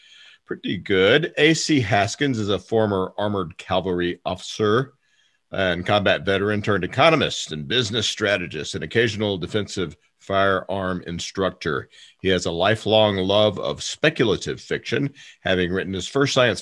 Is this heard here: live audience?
no